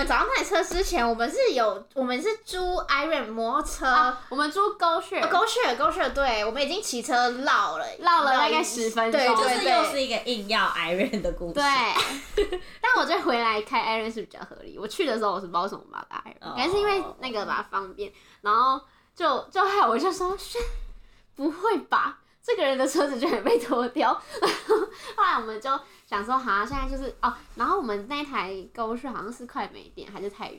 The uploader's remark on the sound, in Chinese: 還買不起第2支麥克風，音質請見諒。